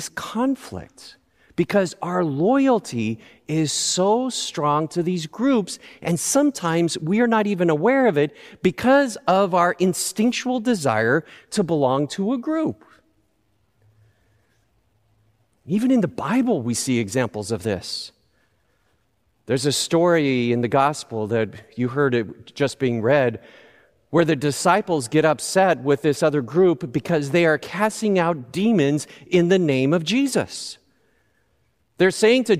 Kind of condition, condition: setting, large echoing room